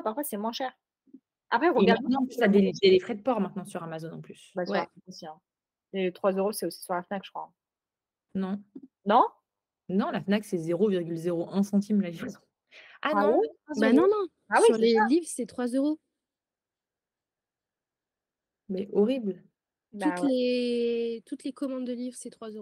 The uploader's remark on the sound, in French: on enregistre cet épisode à distance donc la qualité n'est pas incroyable